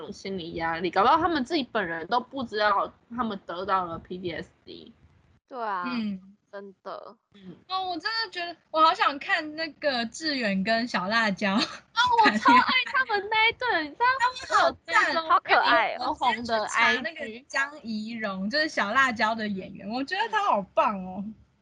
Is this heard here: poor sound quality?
yes